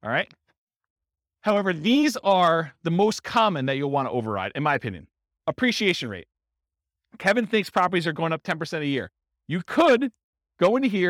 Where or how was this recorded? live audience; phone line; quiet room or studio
live audience